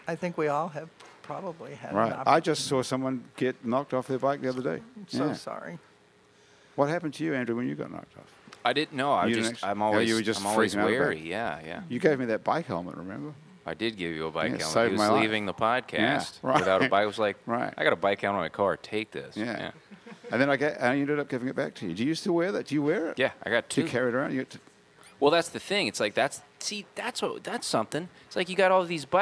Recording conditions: busy venue